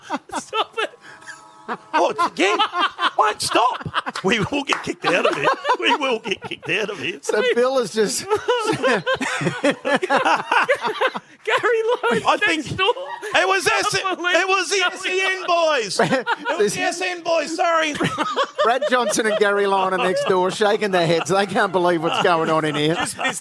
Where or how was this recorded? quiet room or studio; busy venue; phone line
busy venue